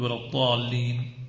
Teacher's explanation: وبالجملة من قديم مذهب العراقيين والحجازيين أنهم ينطقون الضاد كأنها ضاء، وأن مذهب الشاميين والمصريين كأنهم ينطقون الضاد كأنها دال مفخمة. لما نقول ولا الضالين كحال الشاميين كأنهم يفخمون الدال.